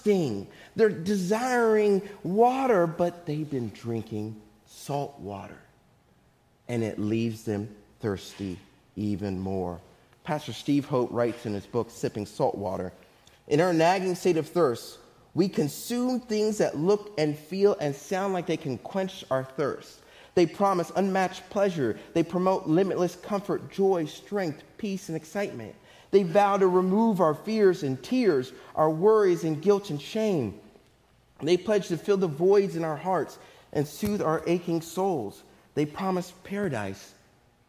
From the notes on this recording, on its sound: Faith Baptist Church in Hamilton, NJ.